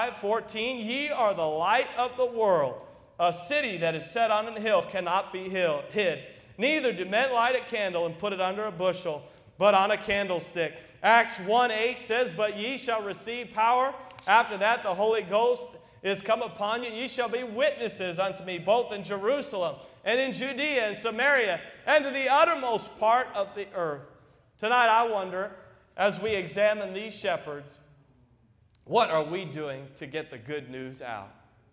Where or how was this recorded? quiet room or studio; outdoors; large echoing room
large echoing room